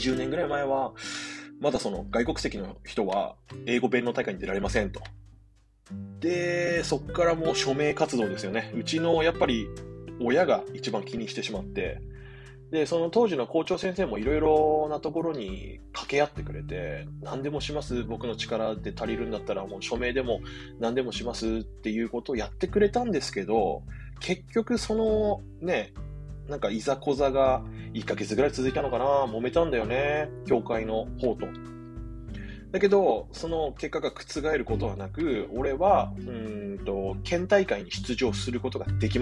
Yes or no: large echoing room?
no